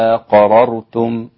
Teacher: ورش يبدلها ألفا تمد مشبعا، أقررتم هكذا، بيبدل الهمزة الثانية ألفا وتمد بالإشباع، أقررتم، ست حركات.